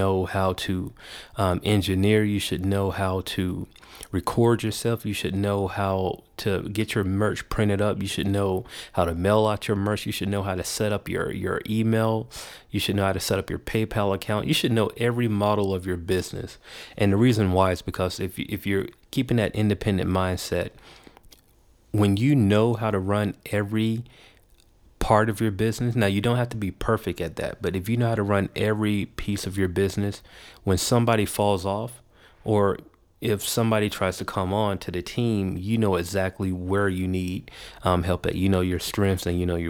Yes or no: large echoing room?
no